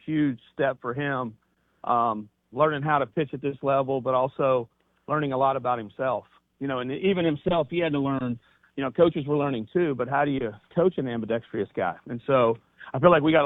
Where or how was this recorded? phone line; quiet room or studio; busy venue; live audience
phone line